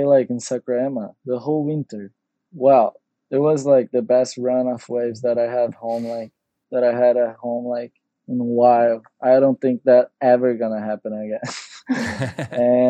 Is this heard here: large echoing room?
no